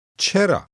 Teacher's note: With rising intonation, it means just why.